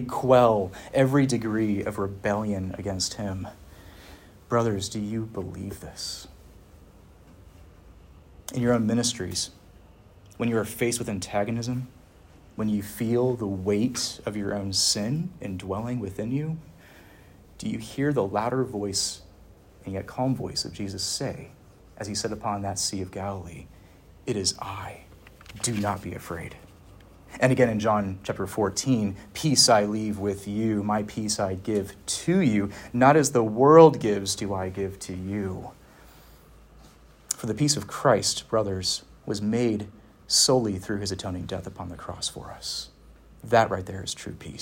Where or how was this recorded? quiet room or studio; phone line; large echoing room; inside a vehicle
large echoing room